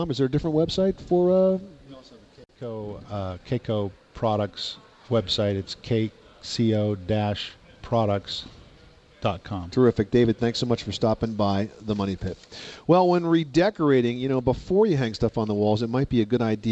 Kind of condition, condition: setting, busy venue